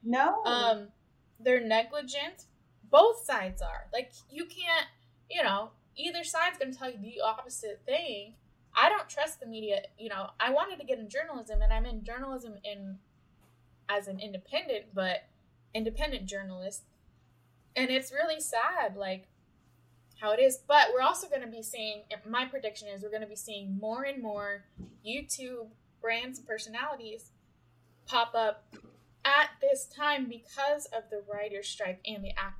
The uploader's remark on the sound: Audio quality may be lower than usual for this one!